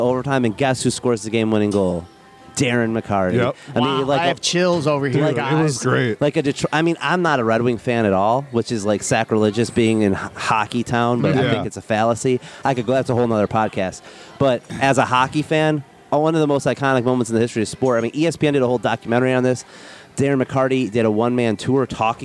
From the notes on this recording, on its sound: We are live at Astronomicon